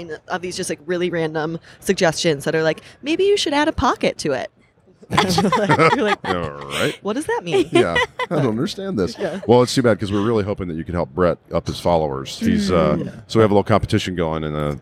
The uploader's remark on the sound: Live from the expo floor at Splunk’s user conference, .Conf 2017.